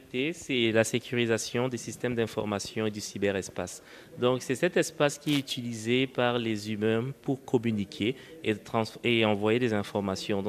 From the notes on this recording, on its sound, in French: Un débat enregistré à Abidjan à l’occasion du Cyber Africa Forum . Un débat enregistré à Abidjan à l’occasion du Cyber Africa Forum .